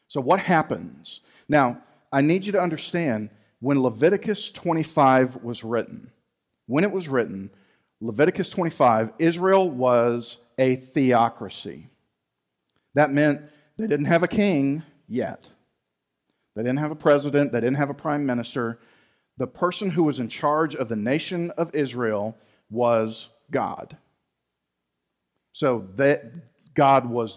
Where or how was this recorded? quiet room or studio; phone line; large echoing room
large echoing room